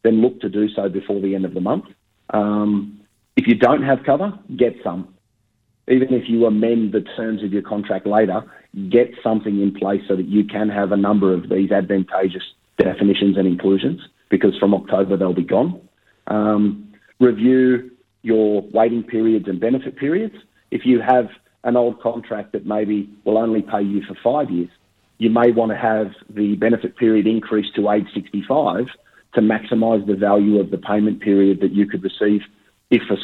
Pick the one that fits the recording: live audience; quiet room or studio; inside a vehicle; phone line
phone line